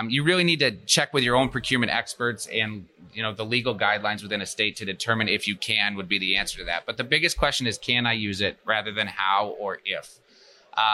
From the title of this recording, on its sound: Live at FDIC